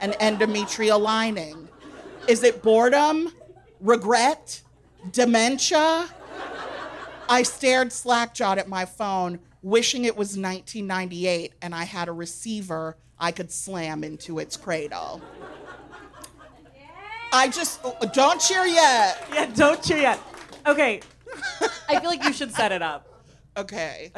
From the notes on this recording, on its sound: This episode of The Stacks Unabridged features audio from our Chicago show on the Live in The Stacks tour. This is an edited version of the live show.